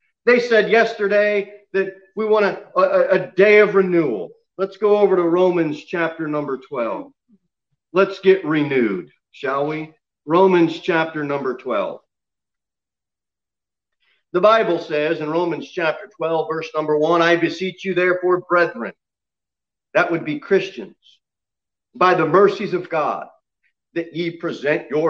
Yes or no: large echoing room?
yes